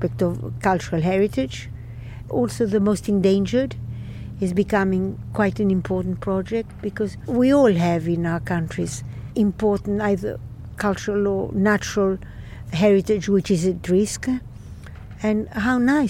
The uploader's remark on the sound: This podcast series was recorded during the European Cultural Heritage Summit held in Venice in September 2023. This podcast series was recorded during the European Cultural Heritage Summit held in Venice in September 2023.